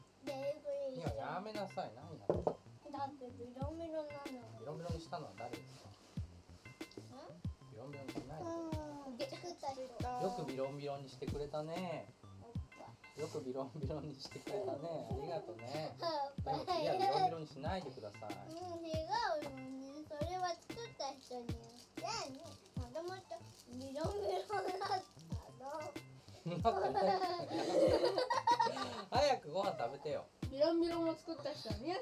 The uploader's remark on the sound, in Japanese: 事前に収録した音声のノイズがひどくて公開できなかった為。子どもたちとの朝ごはんの様子をお送りします。トラブル対処後にテスト録音のつもりで録ってた音です。